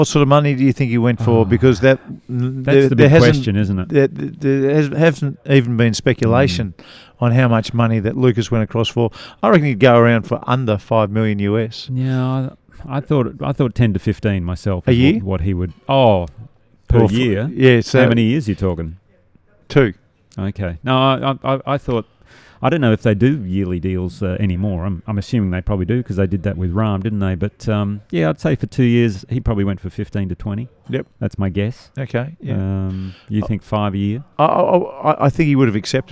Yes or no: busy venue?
yes